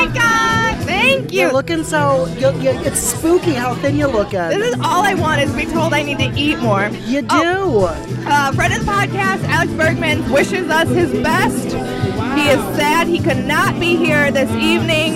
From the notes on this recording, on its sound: Venture outside of the studio and record an episode LIVE AT AN APPLEBEE'S. Venture outside of the studio and record an episode LIVE AT AN APPLEBEE'S.